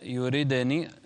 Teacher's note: قلقل الدال وحاول أن ترقق الراء